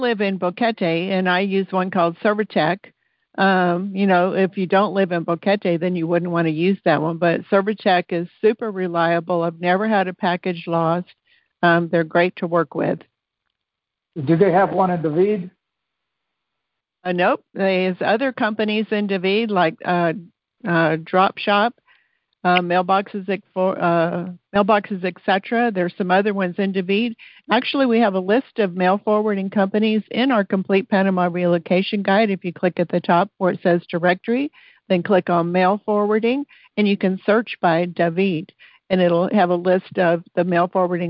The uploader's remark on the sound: Listen to the replay of the June 17, 2022 Q&A call.